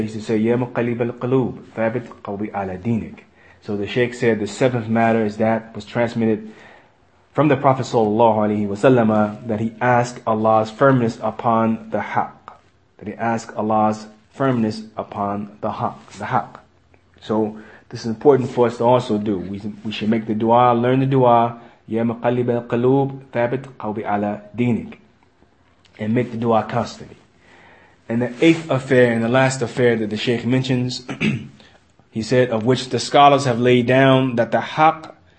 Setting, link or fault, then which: setting, large echoing room